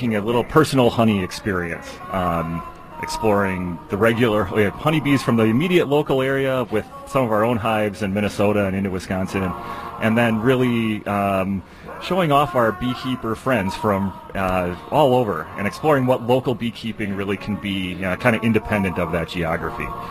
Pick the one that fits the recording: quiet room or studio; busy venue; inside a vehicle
busy venue